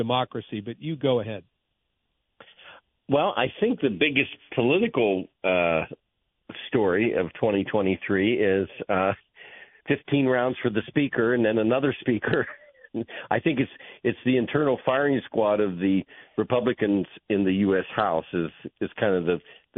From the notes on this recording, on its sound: Listener Phone Calls. Then, he takes calls from the listeners to close out the week.